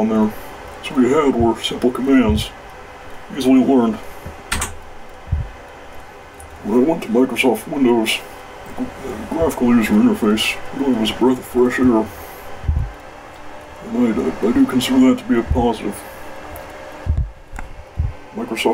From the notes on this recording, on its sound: The audio quality of this video is a bit doody; the audio was recorded in a server room, and server rooms are typically reasonably loud.